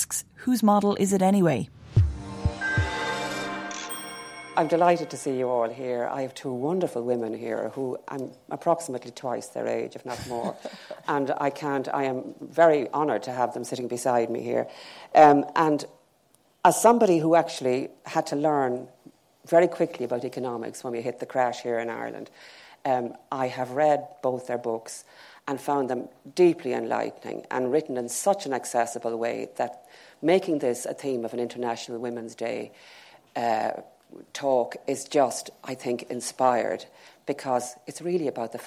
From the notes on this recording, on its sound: As part of the Mountains to Sea book festival’s International Women’s Day event at the LexIcon in Dun Laoghaire